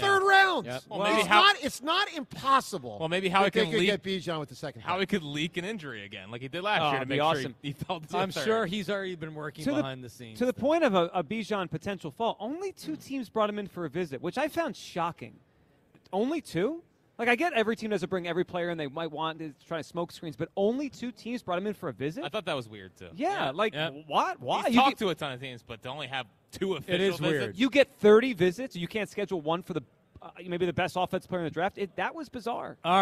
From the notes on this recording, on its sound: broadcast live from the Linc.